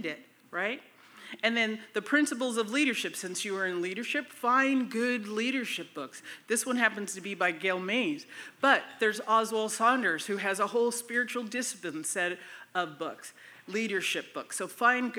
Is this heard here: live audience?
yes